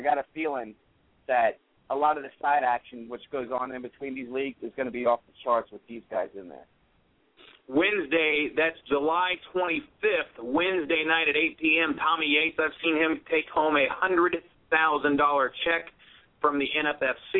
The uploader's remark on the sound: a special CALL-IN SHOW